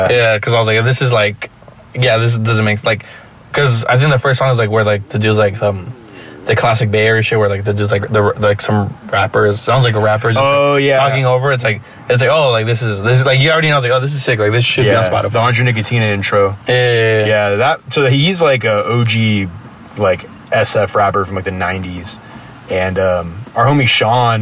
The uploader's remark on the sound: sit down outside a gig in San Jose California